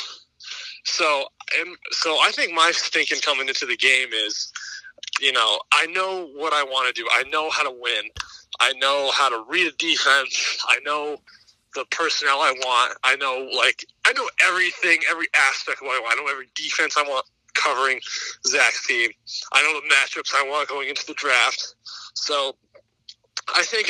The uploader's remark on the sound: captain phones in for chat